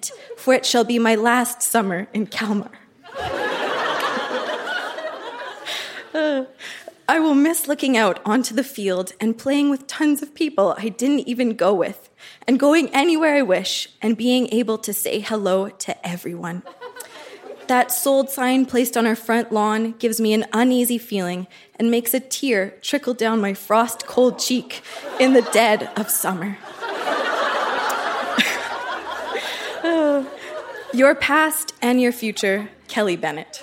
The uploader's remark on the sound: Recorded live at The Rec Room in Edmonton.